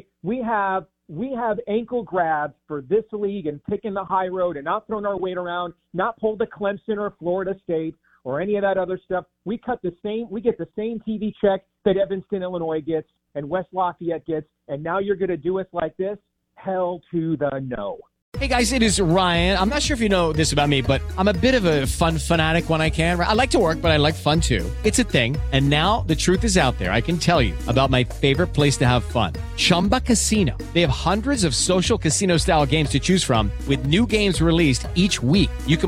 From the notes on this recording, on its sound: Joins the show on the Farm Bureau guest line talking about Michigan's response to the Big 10 live in the BankPlus Studio.